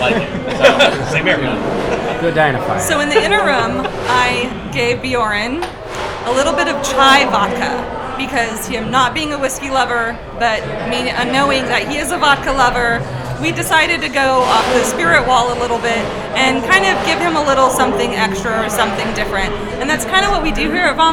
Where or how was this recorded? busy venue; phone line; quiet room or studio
busy venue